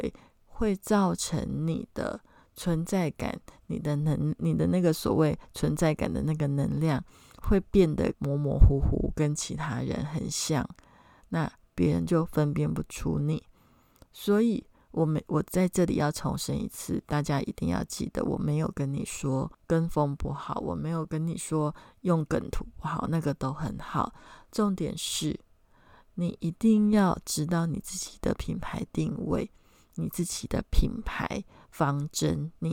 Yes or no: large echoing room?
no